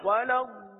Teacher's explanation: ضال کو ہم نے کم و بیش چار الف تک کھینچا ہے · Term: مد لازم